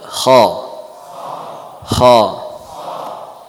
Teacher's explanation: Mulut atau rongga mulut penuh dengan gema suara, ya itulah yang disebut dengan tafkhim